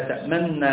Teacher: تأمنا فتح ميم وإدغام النون الأولى في الثانية